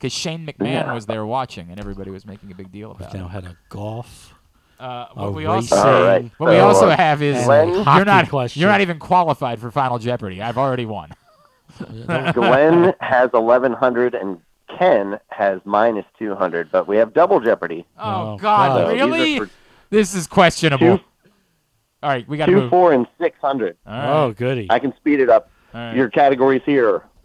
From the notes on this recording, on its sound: Hanging out in studio. On the phone line.